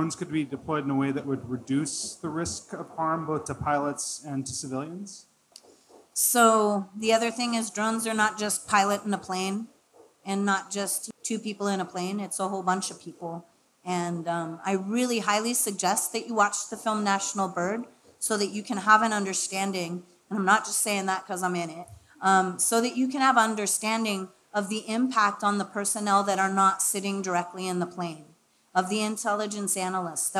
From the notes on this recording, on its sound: Recorded live July 19, 2017 at Eli's Mile High Club in Oakland, CA.